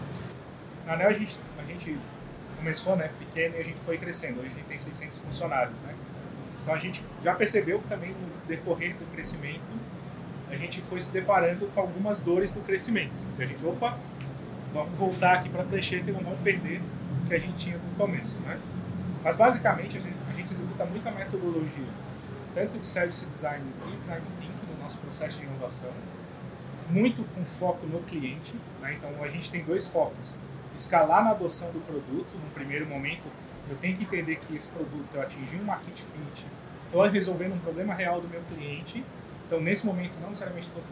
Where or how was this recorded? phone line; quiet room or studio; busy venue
busy venue